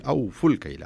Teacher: لو يلحظ القارئ إلى المصحف يجد أن هناك ألف مستديرة وألف بعدها، وهنا الألف الأولى التي في أوفوا ما تنطق، خلاص أدغبت في اللي بعدها.